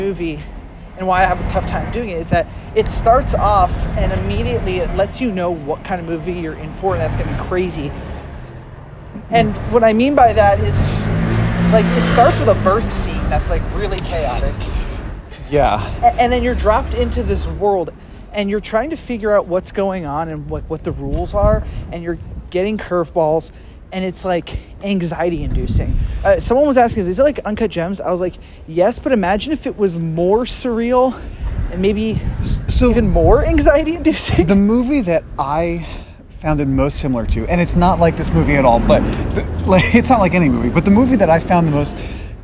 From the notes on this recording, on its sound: Audio quality sinks to an all new low as it was a busy and and windy day in the streets of Greenpoint and we recorded on our iPhones and I barely slapped a noise gate on this sucker.